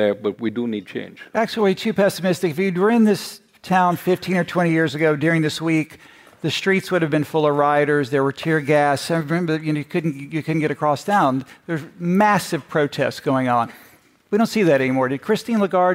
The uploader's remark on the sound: A special episode from the annual meetings of the Fund and World Bank in Washington. On an all-star panel.